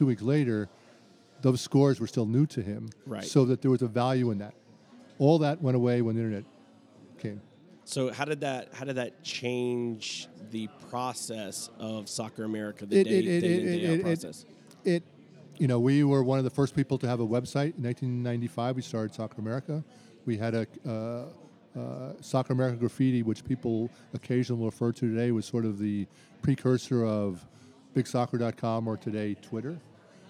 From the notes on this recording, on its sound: Live at the Bar of the US Soccer AGM